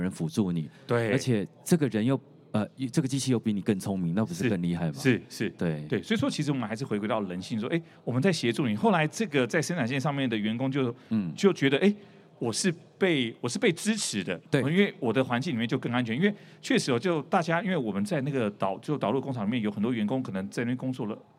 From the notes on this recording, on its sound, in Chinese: 本集節目於2022年「台灣國際智慧製造系統整合展（TIIM）」展期間錄製